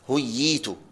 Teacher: بضم الهاء وكسر الياء بعدها ياء ساكنة ثم تاء مضمومة